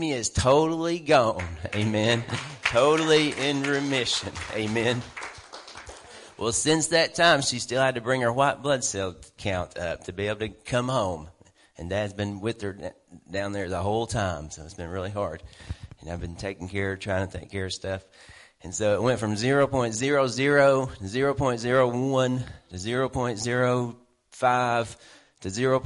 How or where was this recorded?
large echoing room